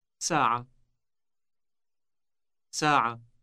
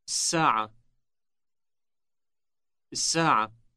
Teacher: This article combines with the following S sound, resulting in a long S. · Shown in: second take